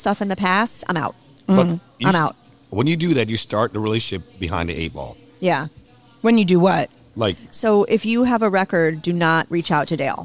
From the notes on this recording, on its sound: Recorded at Pizza District